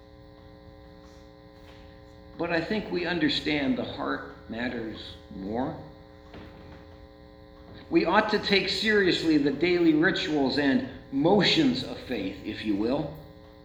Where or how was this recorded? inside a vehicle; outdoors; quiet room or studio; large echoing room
large echoing room